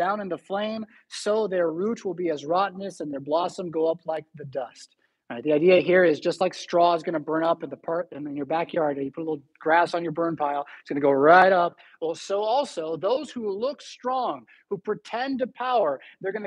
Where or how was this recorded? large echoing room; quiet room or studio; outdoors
large echoing room